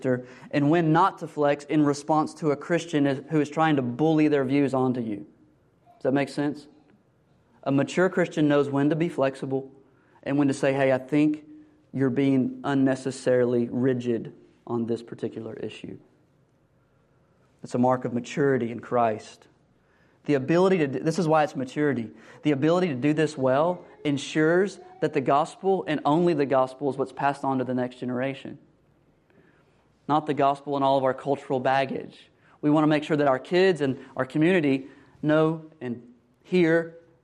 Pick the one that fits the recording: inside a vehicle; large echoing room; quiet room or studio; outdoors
large echoing room